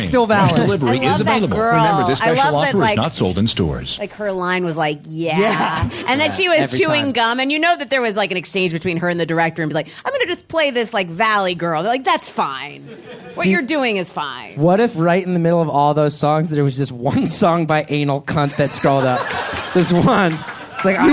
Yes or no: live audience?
yes